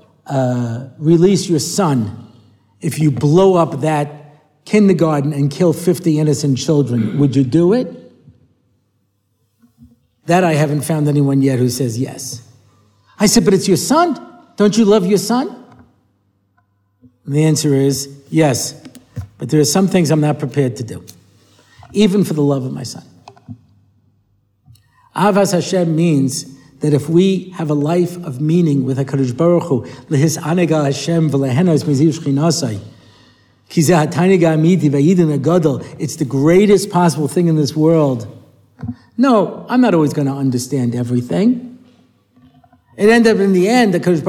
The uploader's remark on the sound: Recorded at the Motzei Shabbos Har Nof shiur.